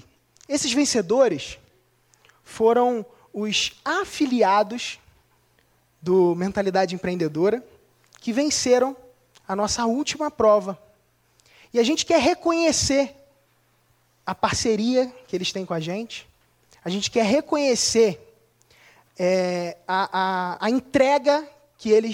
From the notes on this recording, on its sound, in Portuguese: Assista essa palestra exclusiva realizada no Acelerador Ao Vivo 2015.